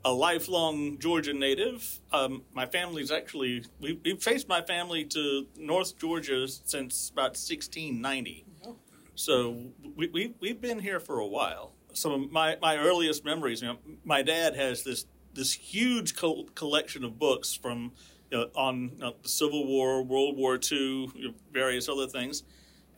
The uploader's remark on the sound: Recorded live during the celebration of General James Oglethorpe's Birthday at Fort Frederica National Monument. We immerse our listeners in the vibrant atmosphere of this historical event.